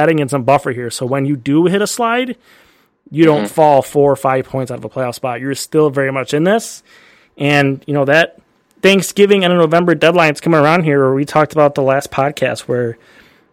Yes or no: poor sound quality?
no